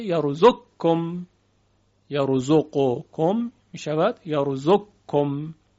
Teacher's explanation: اگر مدغم و مدغمون فیه در یک کلمه بودن، مانند یرزقکم که قاف در کاف ادغام میشه · Term: ادغام کبیر